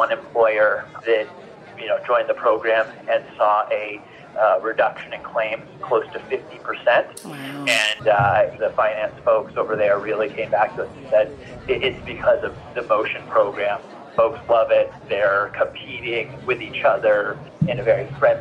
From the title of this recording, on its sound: Live from CES